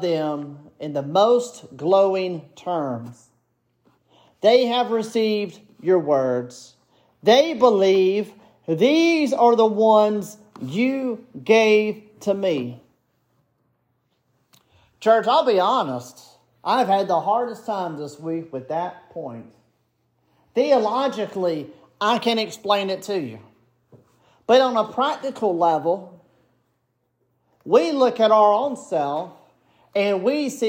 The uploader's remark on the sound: This sermon was preached at Bethesda Presbyterian Church.